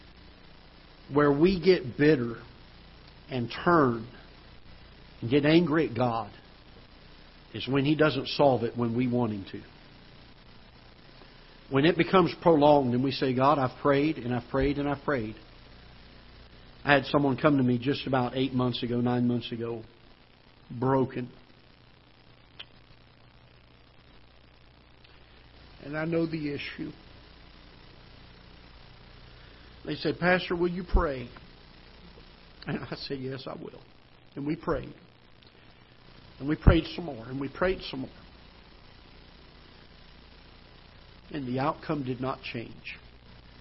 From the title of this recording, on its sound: Ketha Heights Baptist Church ~ Live Broadcast